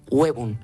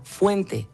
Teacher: la O tónica diptongó en UE